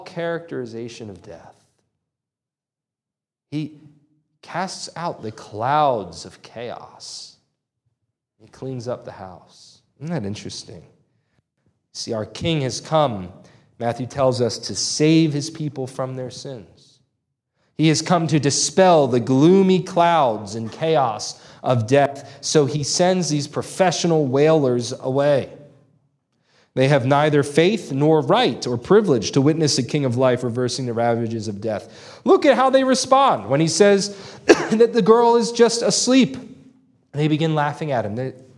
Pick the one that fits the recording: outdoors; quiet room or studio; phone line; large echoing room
large echoing room